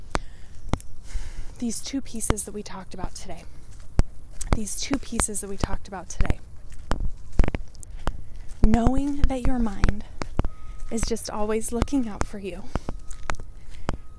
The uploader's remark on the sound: I recorded this while walking & the audio on this one is not the best quality.